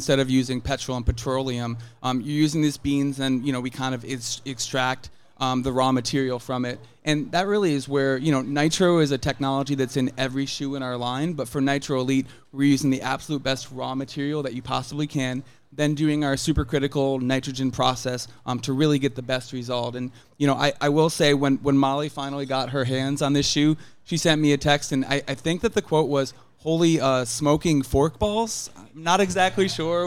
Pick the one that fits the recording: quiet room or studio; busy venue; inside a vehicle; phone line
busy venue